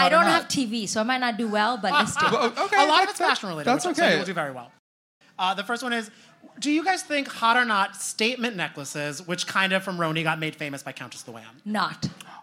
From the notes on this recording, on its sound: "Virtual Reali-tea" welcomed some fabulous fashionistas from the Bravo universe to join us live in person and on stage in NYC.